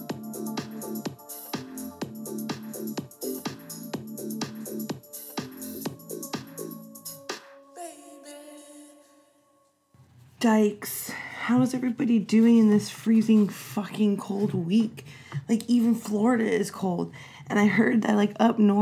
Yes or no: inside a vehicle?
no